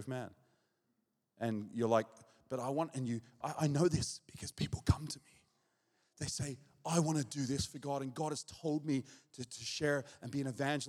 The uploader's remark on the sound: This message was recorded at Zion Church Gold Coast on Sunday July 11th 2023.